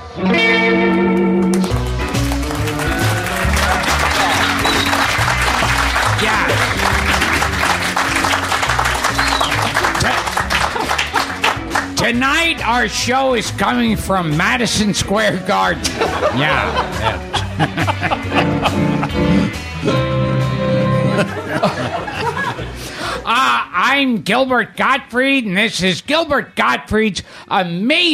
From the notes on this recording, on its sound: A live recording at SiriusXM radio, where they field questions (from callers and an in-studio audience).